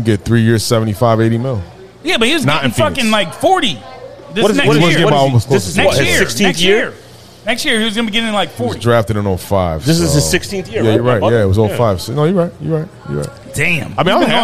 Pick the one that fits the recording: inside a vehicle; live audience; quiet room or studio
live audience